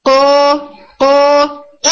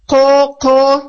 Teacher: अगर आप बॉल को हिट करें तो वो एक स्ट्रांग साउंड देती है, जस्ट लाइक दैट आपकी टंग ऊपर रूफ के साथ हिट होती है, जस्ट कम बैक, तो वो एक स्ट्रांग साउंड होगी like a hit of a ball. को को एक साउंड आपको आनी चाहिए, उसके अंदर खराश की साउंड, रनिंग की साउंड, एयर की साउंड, ये तमाम चीजें एब्सेंट होंगी। · Shown in: first take · Term: strong hit